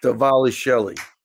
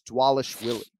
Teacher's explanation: The V's are pronounced as W's · Shown in: second take · so it's Dwalish Willie.